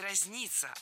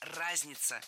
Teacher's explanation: в этом слове ударение должно падать на первый слог · Shown in: second take